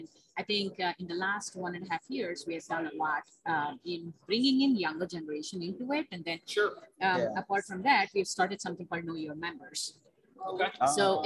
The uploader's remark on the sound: Live at Game Day. Live from the DFI46 Exhibit Hall.